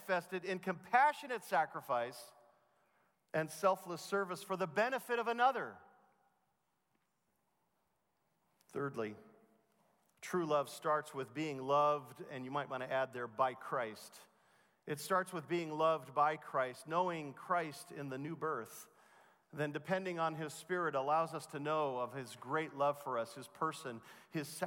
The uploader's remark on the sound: Truth and Life Conference at The Master's University in 2016